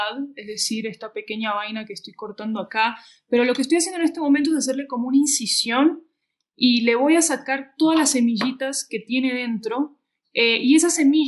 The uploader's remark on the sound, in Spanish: Nos presentamos en vivo en Podcastinación! En la que el audio nos traicionó.